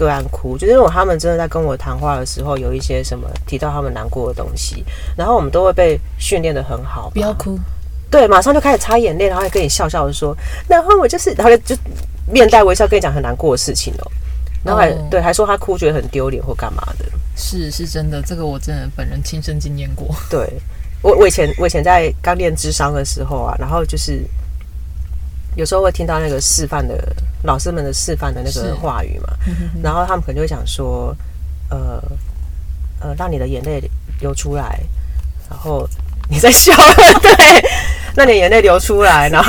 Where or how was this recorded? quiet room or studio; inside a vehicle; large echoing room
inside a vehicle